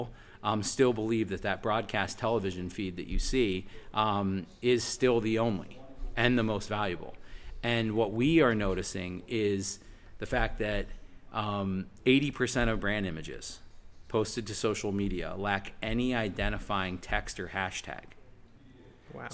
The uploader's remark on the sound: Episode 13 was recorded at Sport Accord on the Gold Coast.